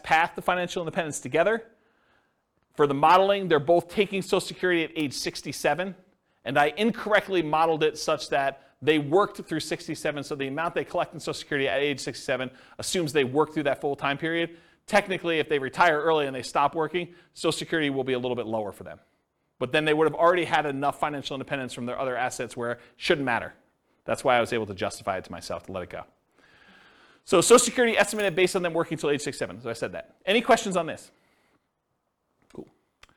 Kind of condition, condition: setting, live audience